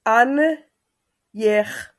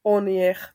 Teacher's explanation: nebude to anjech, ale to bude krátký onjech · Shown in: second take